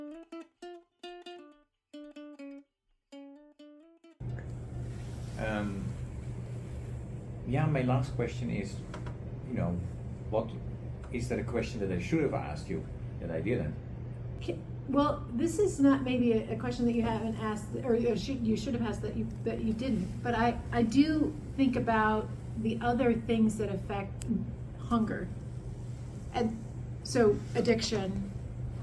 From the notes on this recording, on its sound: Episode 109 was recorded at the West Seattle food bank, so the quality of the recording is below.